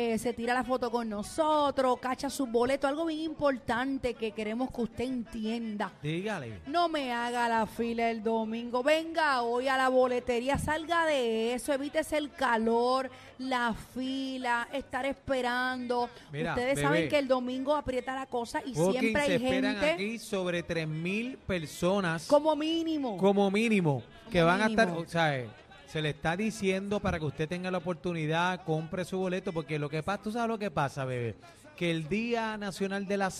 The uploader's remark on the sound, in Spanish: Bienvenidos a La Manada desde el Estadio Hiram Bithorn